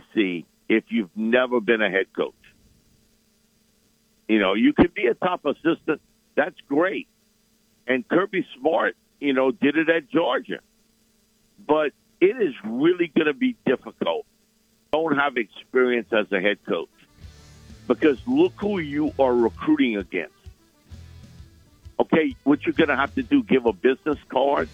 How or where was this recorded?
phone line